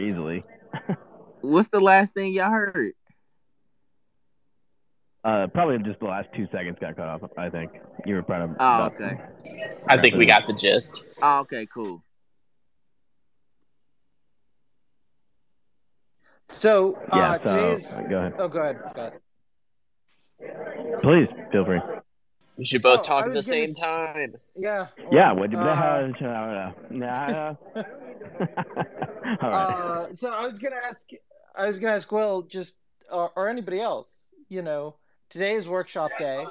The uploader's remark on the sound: In this episode we recorded LIVE from the conference floor at RenderATL!